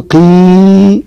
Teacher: ارتفاع مقدمة أو وسط اللسان يكاد يكون يلتصق بالحنك الأعلى · Term: الياء المادية